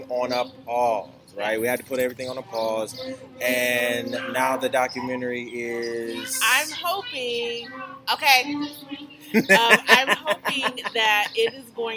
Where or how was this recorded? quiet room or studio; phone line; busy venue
busy venue